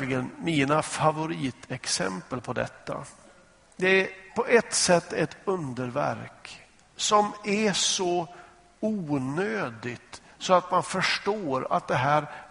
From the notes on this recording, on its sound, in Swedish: Inspelad i Smyrnakyrkan, Göteborg.